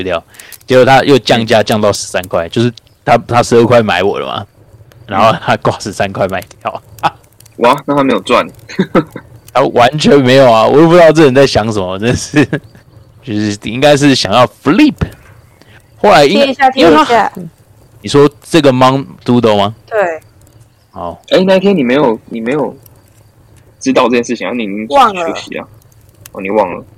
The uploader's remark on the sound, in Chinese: 由於本週森林中雷雨交加，故錄音魔法的術式稍有差池